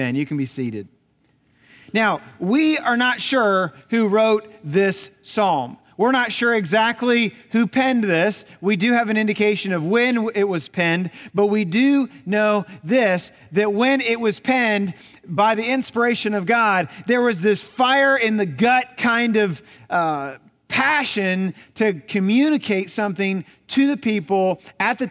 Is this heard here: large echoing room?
yes